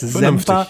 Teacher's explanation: Semper ist ein weiches S.